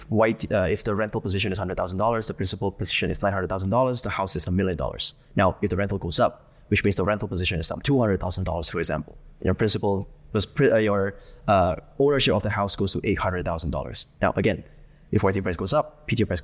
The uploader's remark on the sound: live from Token2049 in Singapore!